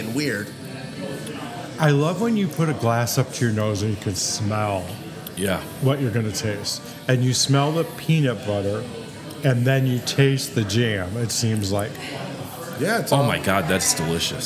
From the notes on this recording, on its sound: Live from Manic Meadery. We wrapped up our third season with an on location tasting at Manic Meadery.